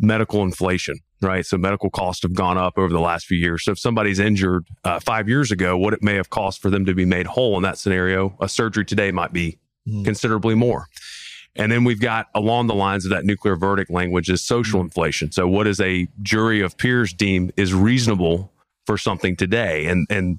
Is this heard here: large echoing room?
no